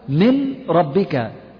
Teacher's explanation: ندخل النون في الراء، بمعنى أننا نبدل هذه النون إلى راء ثم ندخلها الراء في الراء · Term: إدغاما كاملا